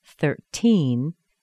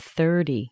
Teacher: 13, the T-E-E-N, is actually a secondary stress. The T-Y is a weak stress.